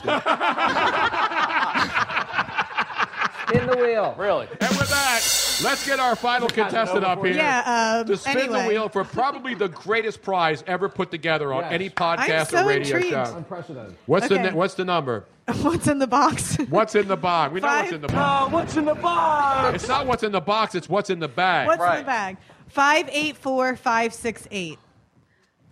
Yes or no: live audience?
yes